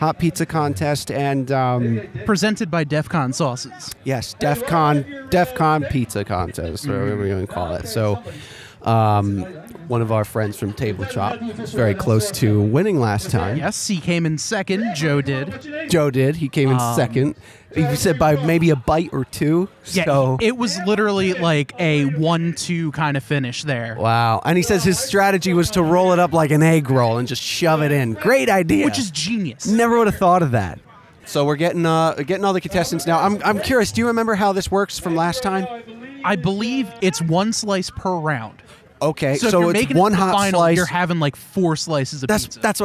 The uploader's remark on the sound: Record a special on-location crossover Podcast featuring the events, offerings, and unique people of the ‘Saucetober Fest’ Hot Sauce Festival at Lone Eagle Brewing in Flemington NJ. Finally, we commentate live during the Hot Wing eating challenge.